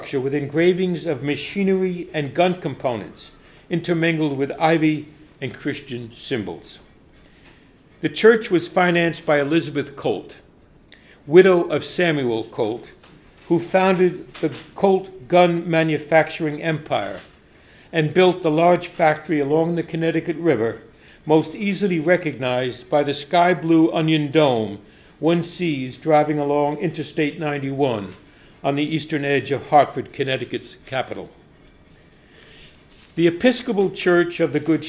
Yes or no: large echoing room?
yes